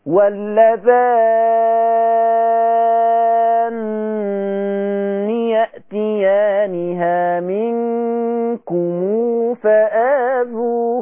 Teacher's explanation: تشديد النون مع إشباع الألف